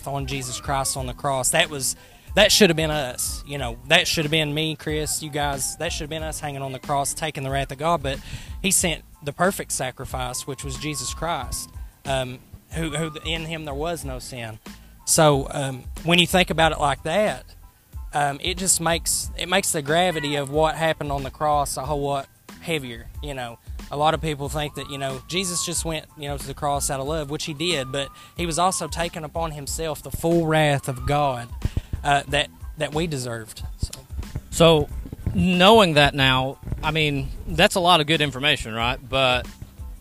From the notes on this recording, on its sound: share the gospel at the local Autumn Festival, in Paintsville Kentucky